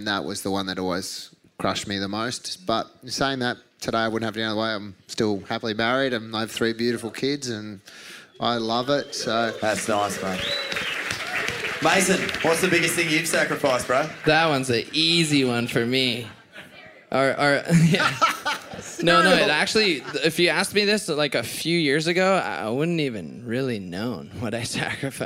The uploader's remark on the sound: Retirement Party LIVE from Torquay